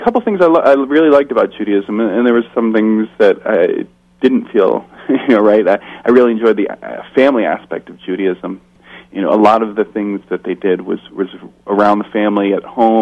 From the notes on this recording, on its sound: telephone interview segment